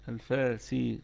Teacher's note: الفاسقين، الفاء فيها مد طبيعي وصلا وقفا. الفاسقين، القاف في أقل درجات التفخيم وهي قلقلة نسبية وفيها مد طبيعي وصلا عارض للسكون وقفا.